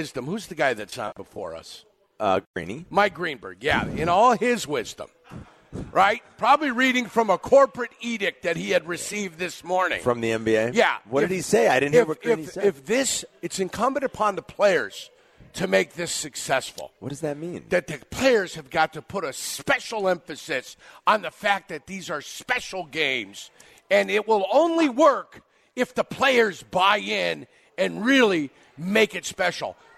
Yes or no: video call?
no